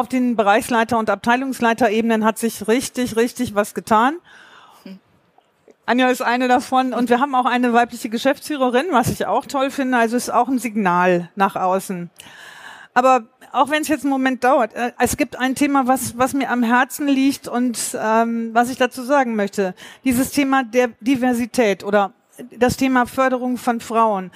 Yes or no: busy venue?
yes